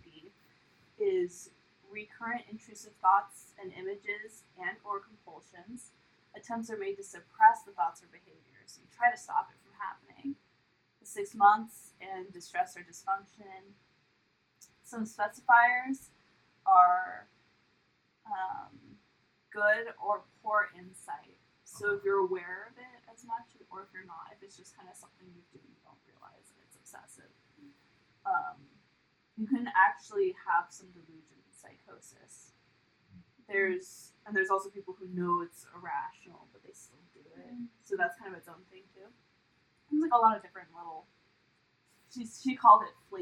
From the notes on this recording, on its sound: Note: Apologies for the low audio quality, we are still figuring things out!